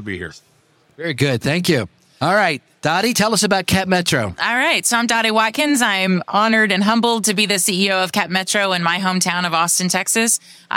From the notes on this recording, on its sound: recorded live at APTA TRANSform Conference and EXPO